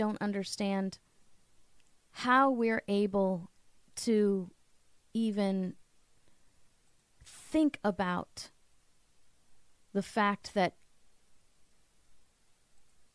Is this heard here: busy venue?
no